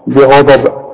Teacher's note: البه اظهرها انها مكسورة والغين مفخمة مدام مفتوحة والضاد طبيعي مفخمة